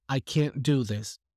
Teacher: you will hear that I haven't said any T's.